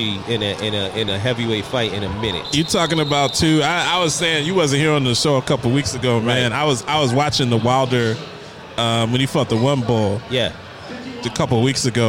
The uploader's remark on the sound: LIVE from Dave and Buster's